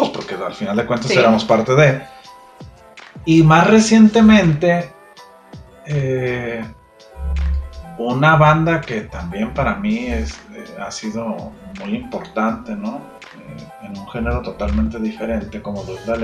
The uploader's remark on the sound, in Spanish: ¡Lamentamos la mala calidad del sonido!